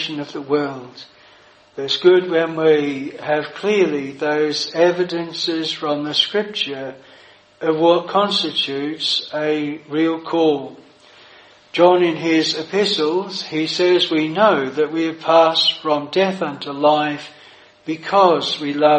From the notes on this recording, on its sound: This sermon was preached at Providence Chapel, Birkenhead